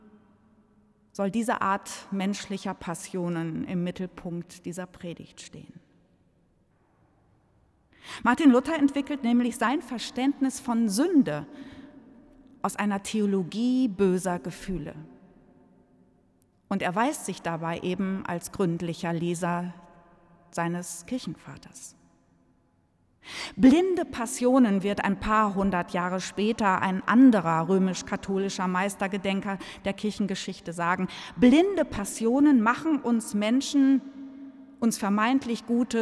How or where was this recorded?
large echoing room